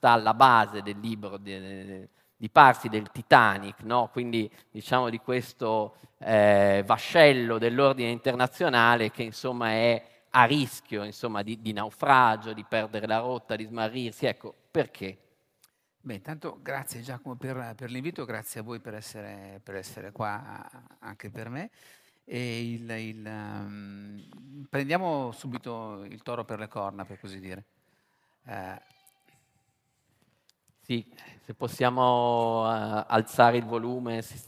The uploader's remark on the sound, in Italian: Questo intervento è estratto dal Festival "Dialoghi di Pandora Rivista" dell'ottobre 2022.